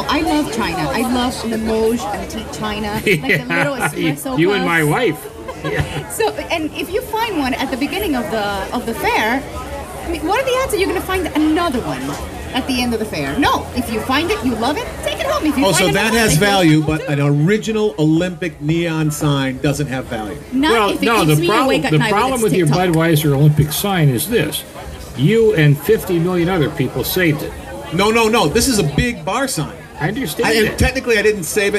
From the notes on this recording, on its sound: LIVE from the Randolph Street Market in Chicago, one of the TOP TEN antique market festivals in the US according to USA TODAY